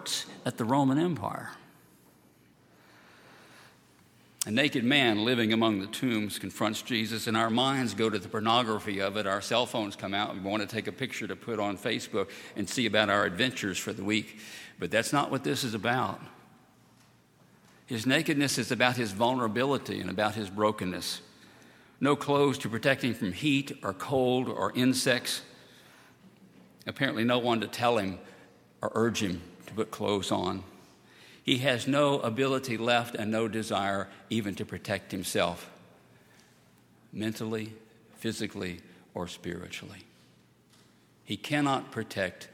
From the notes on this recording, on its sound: at Highland Baptist Church